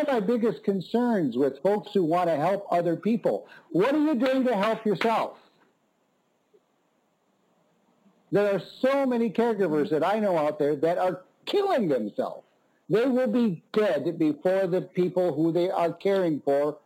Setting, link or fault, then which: link, phone line